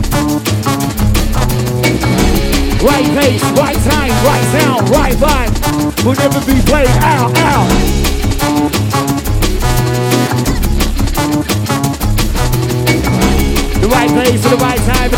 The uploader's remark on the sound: Live from Boomtown Fair - Engine Room Stage. Recorded live from Boomtown Festival Engine Room.